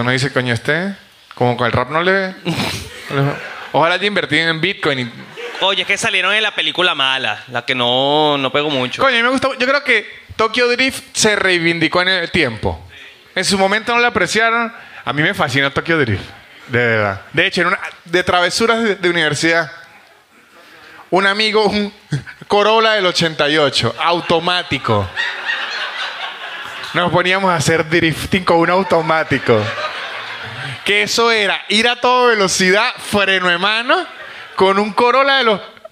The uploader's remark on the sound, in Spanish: Un episodio grabado en vivo desde el teatro Picadilly en la ciudad de Buenos Aires.